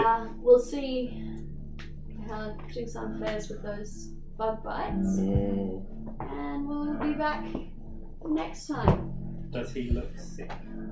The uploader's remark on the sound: There were several technical difficulties/mistakes during this recording audio quality may be lower